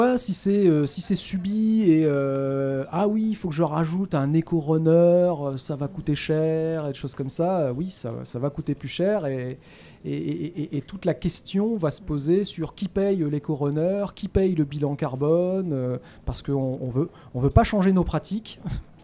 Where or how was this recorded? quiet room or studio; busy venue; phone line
busy venue